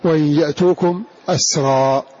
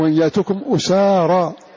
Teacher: قرأ هذا اللفظ وإن يأتوكم أسرى بفتح الهمزة وسكون السين مكان أسارى